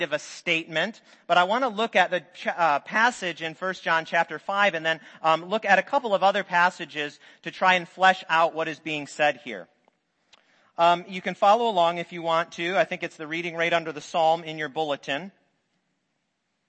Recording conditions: large echoing room